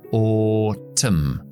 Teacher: Pronunciación británica, empezamos con la O larga, autumn, y utilizamos la T normal.